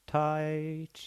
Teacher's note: man har en tendens til å kanskje legge inn en i i ord som touch · Term: diftongtrend